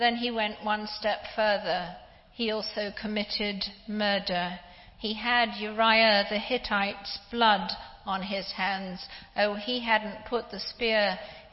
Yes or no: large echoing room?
yes